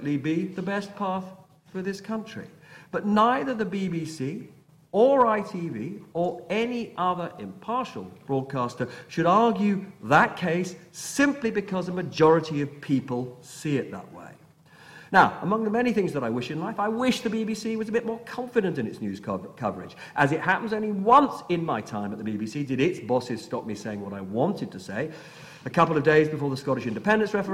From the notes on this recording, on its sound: a recording of the Hugh Cudlipp lecture at City, University of London